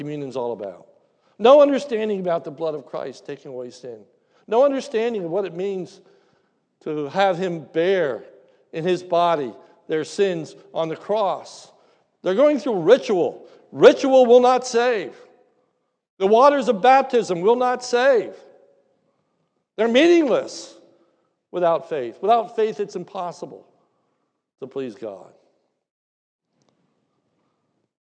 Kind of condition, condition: setting, large echoing room